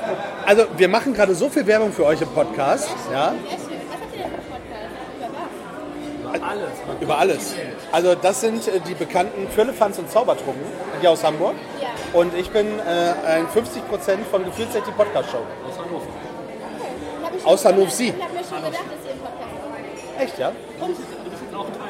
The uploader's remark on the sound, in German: Die Aufnahme fand live in der Astra Brauerei auf der Reeperbahn statt. Die Aufnahme fand live in der Astra Brauerei auf der Reeperbahn statt.